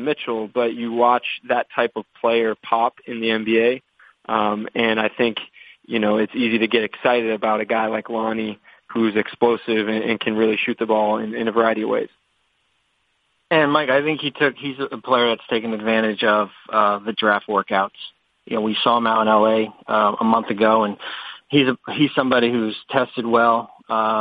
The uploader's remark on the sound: Conference Call.